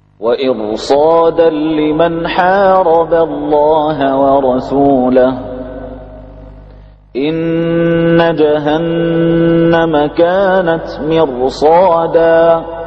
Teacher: الراء ساكنه وقبلها مكسور، ولكن امتنع ترقيقها لوجود حرف الاستعلاء بعدها